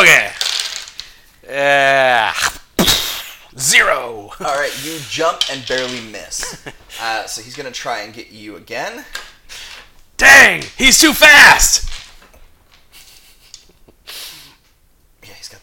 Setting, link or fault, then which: fault, sounds in the background